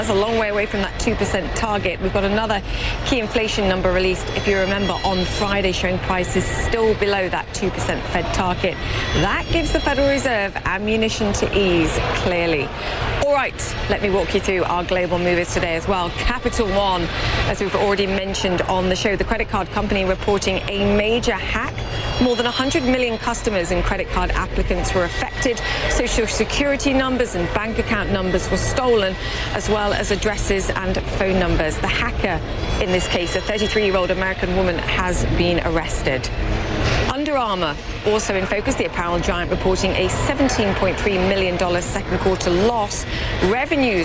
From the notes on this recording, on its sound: live from the New York Stock Exchange